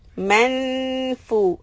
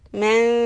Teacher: The important sound here is man. How to do the gunna sound of the noon? This is called ikhfa, and it is affected by the next letter, which is fa. Manfu. So for fu, your tongue should be down.